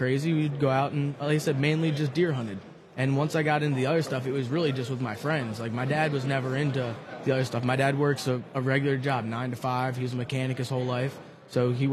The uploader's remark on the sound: at the Great American Outdoor Show